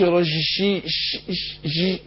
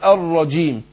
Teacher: ان الجيم فيه انحباس للنفس والصوت · Shown in: second take